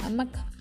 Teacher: Acento prosódico es aquel que se pronuncia pero no se escribe y recae en una sola sílaba, por ejemplo, hamaca, la cual recae en la sílaba ma.